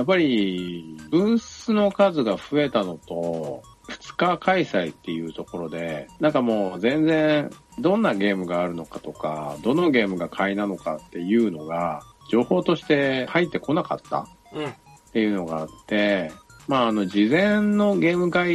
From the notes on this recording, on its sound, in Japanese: 今回もスカイプ収録となっております。一部音質が悪かったりもしますがご容赦ください。